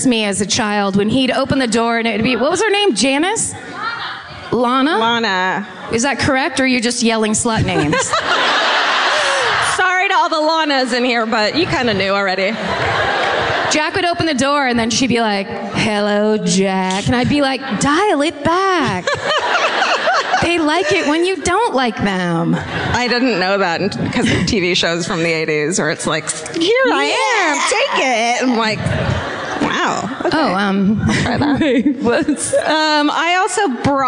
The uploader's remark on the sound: Live At The Wilbur. We're in the combat zone for a live episode of My Favorite Murder in Boston!